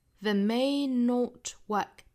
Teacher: 这个 not 尾部特也要省掉